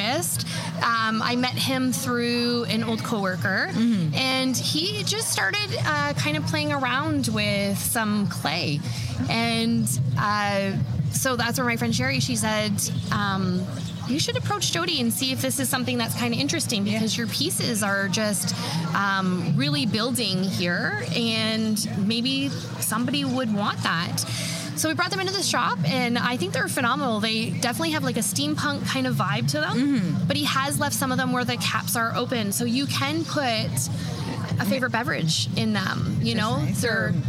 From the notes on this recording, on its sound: Terra Green Gardens Store in Amherstburg, Ontario. Today I sat down in the street outside the store during Open Air. It was great to be out amongst the people enjoying the sunny summer day.